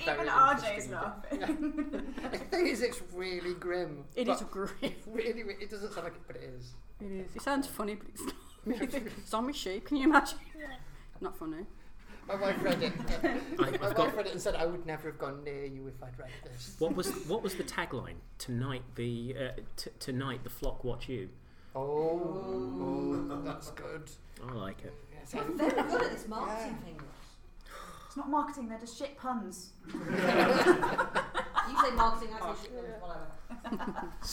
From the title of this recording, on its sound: Live at Edge Lit 2018